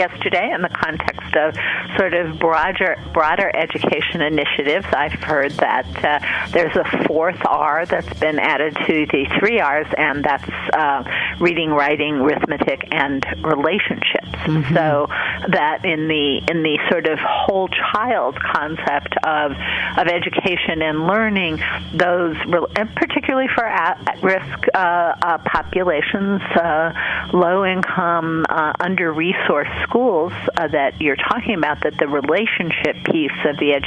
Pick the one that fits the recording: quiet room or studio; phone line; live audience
phone line